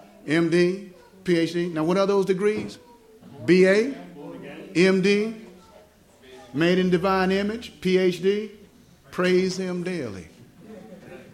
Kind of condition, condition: setting, live audience